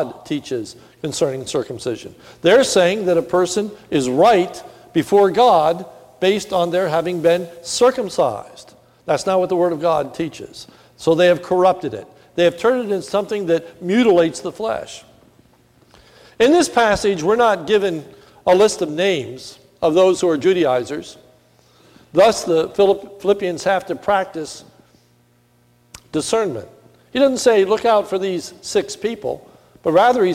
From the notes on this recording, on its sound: This is a sermon recorded at the Lebanon Bible Fellowship Church in Lebanon, PA. During the morning service. It was a Communion Service.